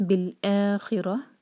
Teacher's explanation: حمزہ پر فتحہ ساتھ میں الف تو دو حرکہ ہوا